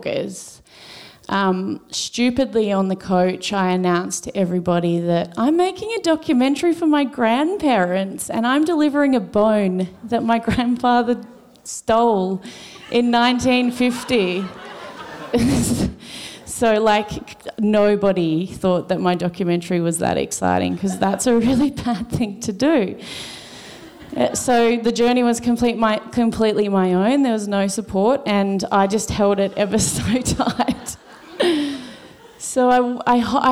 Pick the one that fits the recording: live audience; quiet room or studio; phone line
live audience